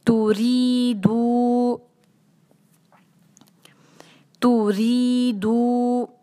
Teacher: دال پہ ہے ضمہ، اس کے بعد ہے واو ساکن، تو ہم جو ہے اس کو دو حرکہ کھینچیں گے